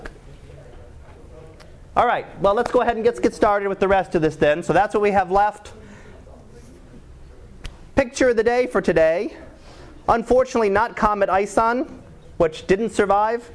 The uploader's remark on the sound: Live Class Lecture